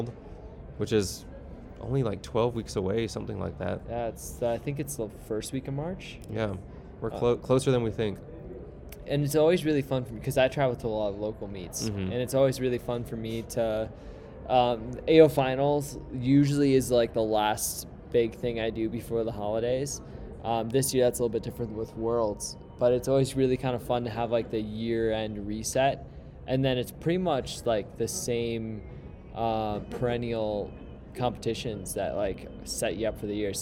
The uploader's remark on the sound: Live from AO Finals